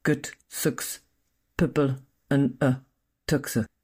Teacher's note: When I've reduced the vowel sound to just the schwa, but you can hear the consonants, it's much easier to guess the meaning.